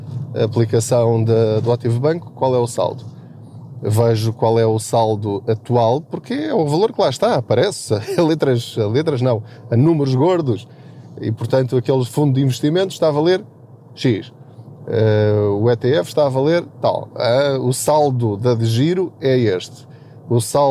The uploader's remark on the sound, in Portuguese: Não ligue aos barulhos da viagem.